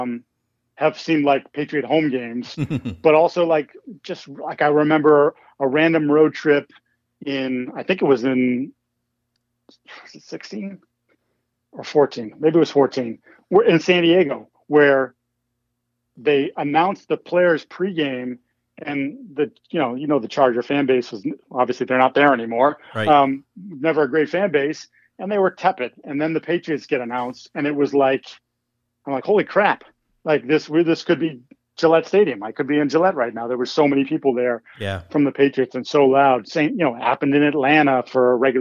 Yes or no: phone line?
yes